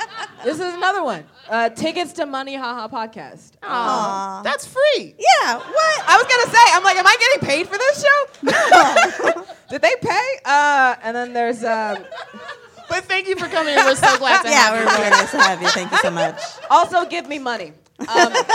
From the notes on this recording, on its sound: At our first-ever live show during San Francisco Sketchfest